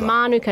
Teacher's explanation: You want the emphasis on the first syllable